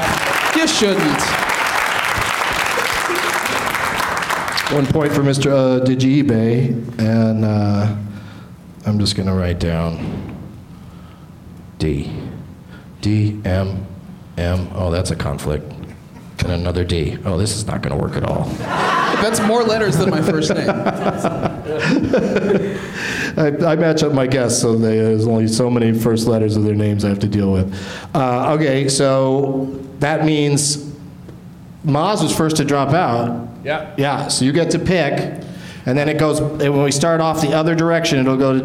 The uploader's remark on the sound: Live from the UCB Sunset